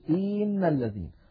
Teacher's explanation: الخطأ الذي يمكن أن يفعله الإنسان أن يمط كسرة الهمزة فيقول إن الذين. · Term: التمطيط